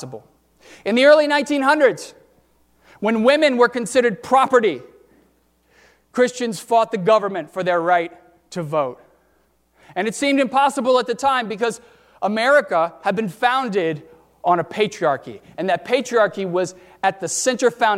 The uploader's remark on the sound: during the 10:30 AM service on Sunday April 14, 2019, at First Presbyterian Church of Arlington Heights, Illinois.